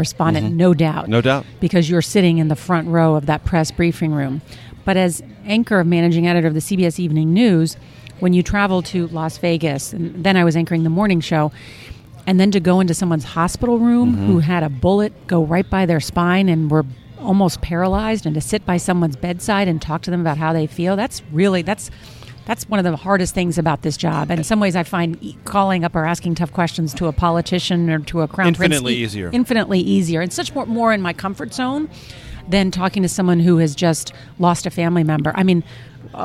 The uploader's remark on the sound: At Chef Geoff's in Northwest Washington.